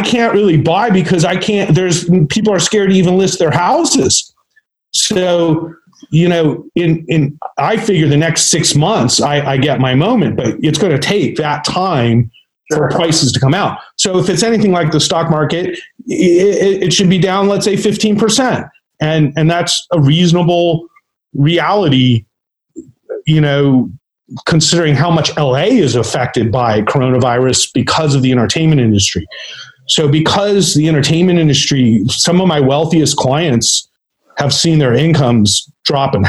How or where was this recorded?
video call